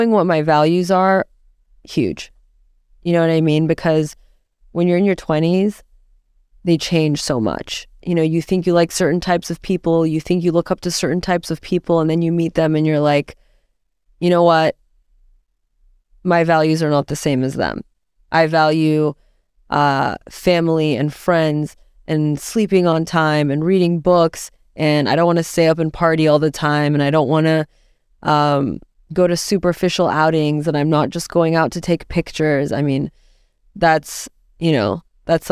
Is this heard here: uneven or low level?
no